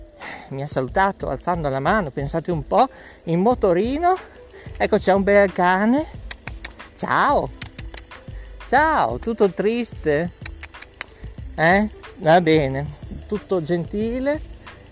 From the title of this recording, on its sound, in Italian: DIRETTISSIMA DA PARCO VILLA GHIGI a BOLOGNA ovest